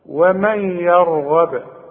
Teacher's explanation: يرغب عرفت ان القرآن سهل كله سهل هنقول ومن يات و الراء هي المفخمة والغين كمان مدام مفتوحة تبقى مفخمة